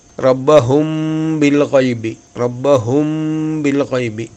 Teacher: റബ്ബഹും ബിൽ ഖൈബി എന്നിടത്ത് സാക്കിനായ സുക്കൂനുള്ള മീമിന് ശേഷം ബ വന്നതുകൊണ്ട് അവിടെ മീമിൻ്റെ ശബ്ദം കഴിഞ്ഞ് കുറച്ച് സമയം മണിച്ചതിന് ശേഷമേ ബി എന്ന് പറയാൻ പാടുള്ളൂ